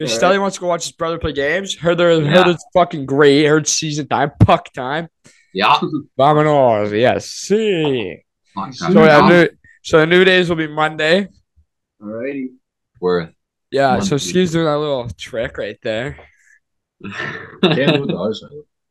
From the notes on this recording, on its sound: Back on zoom for this week.